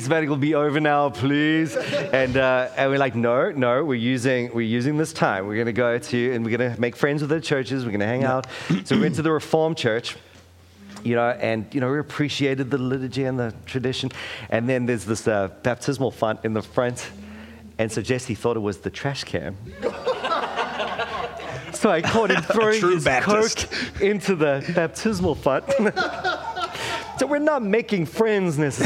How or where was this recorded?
busy venue